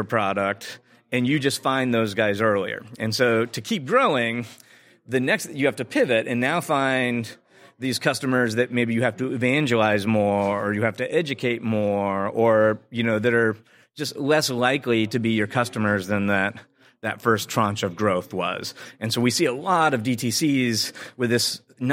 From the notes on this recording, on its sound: Live from the eTail East trade show in Boston, MA. Live from the eTail East trade show in Boston, MA.